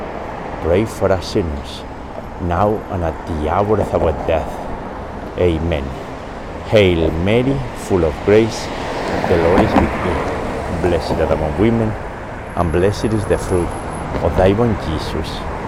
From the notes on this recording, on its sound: We pray today's Luminous Mysteries walking alongside the Charles River in Boston.